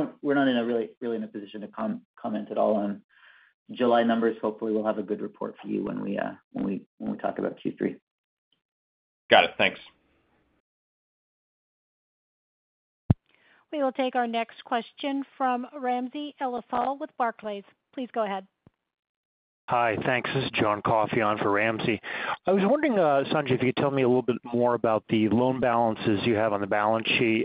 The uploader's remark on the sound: Second Quarter 2023 Earnings Conference Call.